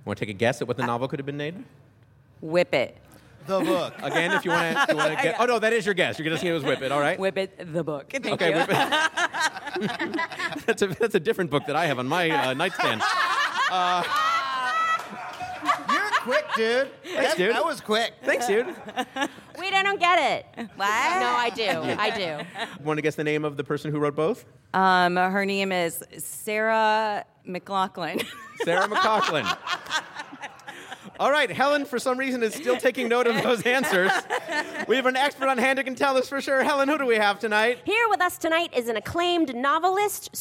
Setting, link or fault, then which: setting, busy venue